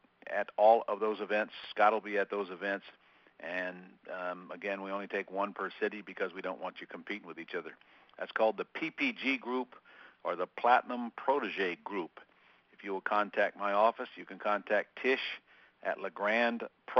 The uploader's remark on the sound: 2014-01-13 Q&A Call